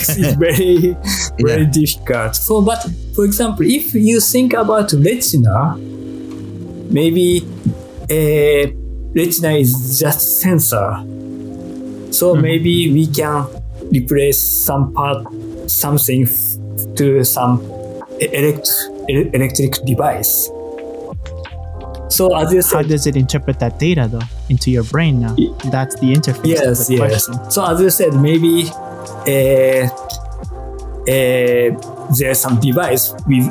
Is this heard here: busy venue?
no